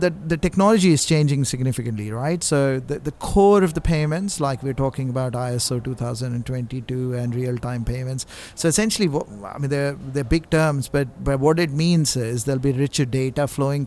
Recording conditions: busy venue